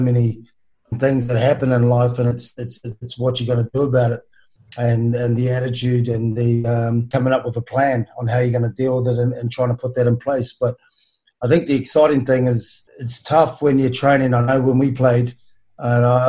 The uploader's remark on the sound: sits down (virtually)